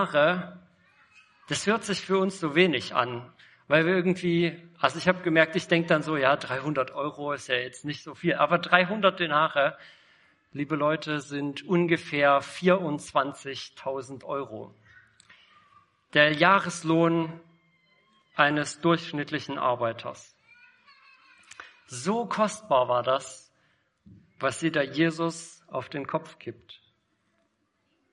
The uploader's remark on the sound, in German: Predigt im Rahmen des GreifBar+ Gottesdienstes